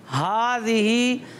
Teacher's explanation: ہا حلق کے سب سے نیچے والے حصے سے ادا ہوتا ہے · کھڑا زبر کو ایک الف یعنی دو حرکات کے برابر کھینچ کر پڑھا جاتا ہے